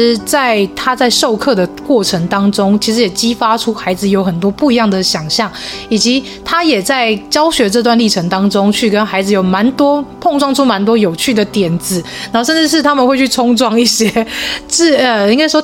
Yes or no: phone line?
no